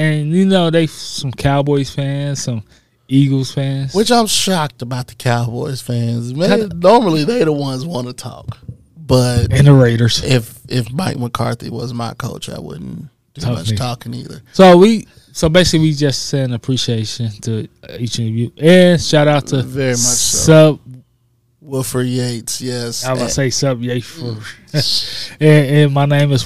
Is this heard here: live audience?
no